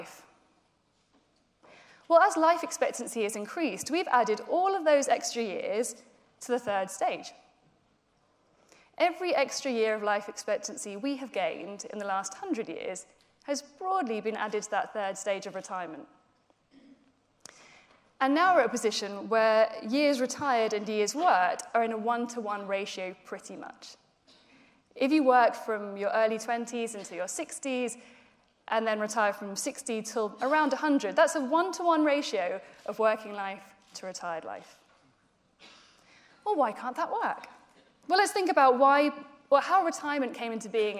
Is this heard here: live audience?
yes